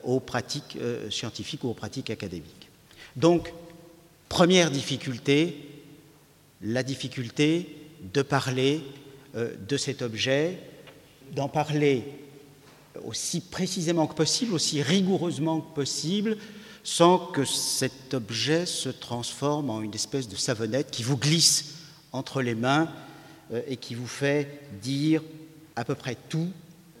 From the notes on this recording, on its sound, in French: Conférence enregistrée le 12/02/16 depuis l&#39;Archipel, à Paris. Conférence enregistrée le 12/02/16 depuis l'Archipel, à Paris.